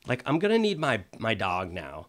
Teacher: You have to get vocal fry.